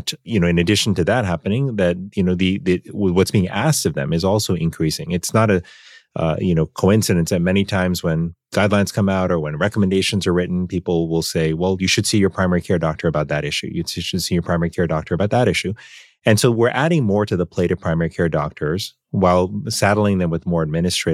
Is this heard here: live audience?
no